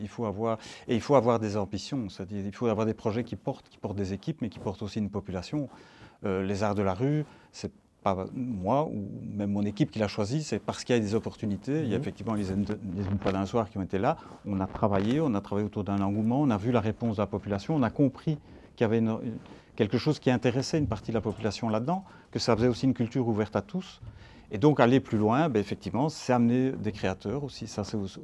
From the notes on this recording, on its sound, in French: C'est sur la scène du Palace à Ath que nous rencontrons cette semaine